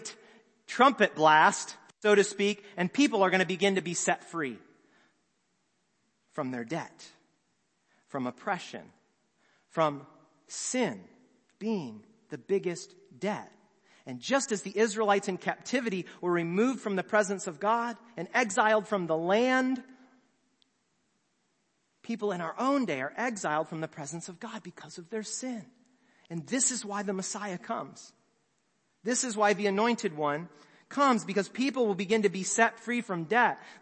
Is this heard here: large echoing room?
yes